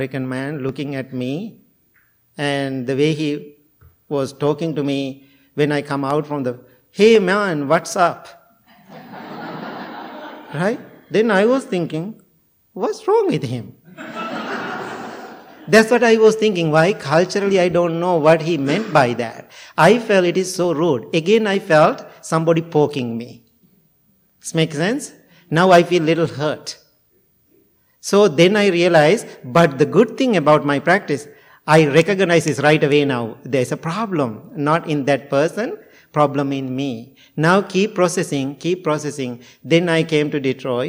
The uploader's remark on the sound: Recorded at the Blue Lotus Buddhist Temple on 2023-04-29. Recorded at the Blue Lotus Buddhist Temple on 2023-04-29.